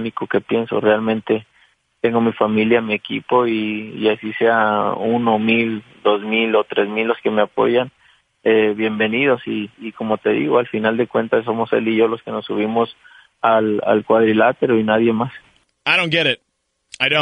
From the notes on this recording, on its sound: called in to talk